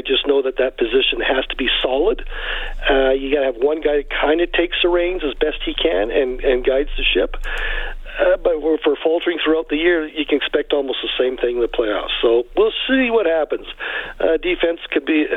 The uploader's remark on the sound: We open up the phonelines